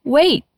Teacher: a gente escreve wait, mas acaba falando wait sem pronunciar o T no final